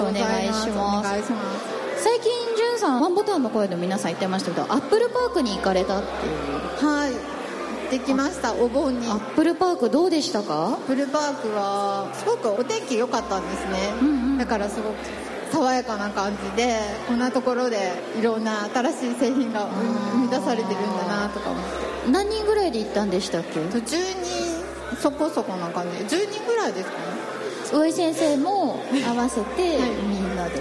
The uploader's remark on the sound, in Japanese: 渋谷の公開録音のもようが配信されています